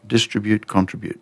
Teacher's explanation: They put the stress on the first syllable, distribute-contribute.